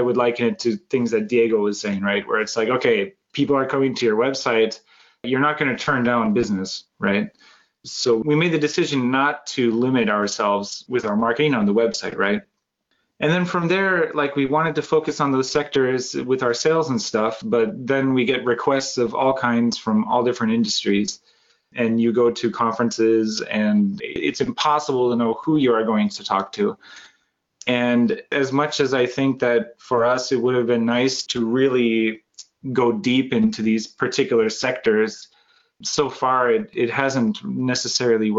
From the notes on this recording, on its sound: Joined us on this panel webinar.